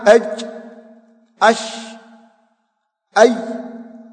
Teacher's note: وسط اللسان مع وسط الحنك الأعلى